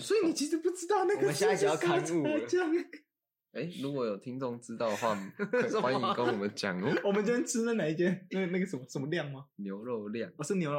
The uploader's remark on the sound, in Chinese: 本集為去年夏天所錄，會拖那麼久是因為錄音品質不是很好